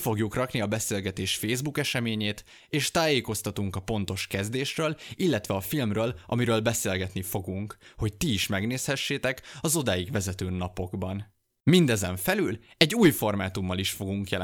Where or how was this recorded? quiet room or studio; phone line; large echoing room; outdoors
quiet room or studio